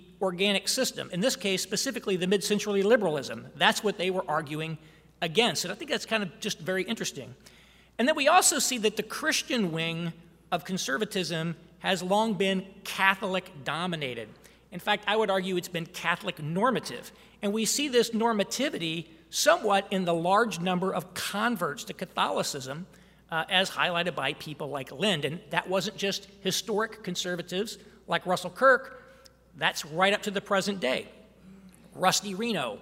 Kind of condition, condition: setting, live audience